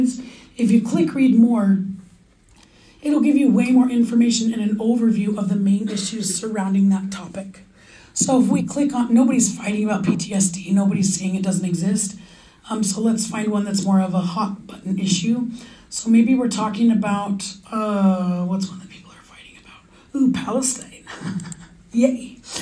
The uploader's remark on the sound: In-Class Lecture